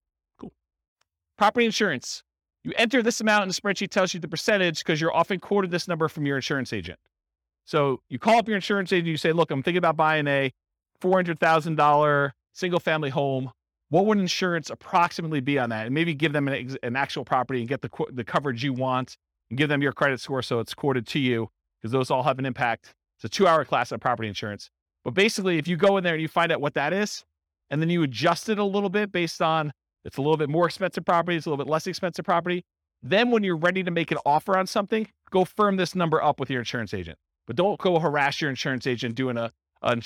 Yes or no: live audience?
yes